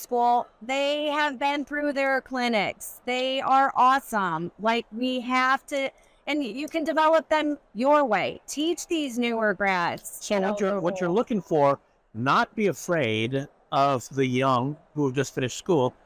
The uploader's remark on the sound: live from the Hinman Dental Congress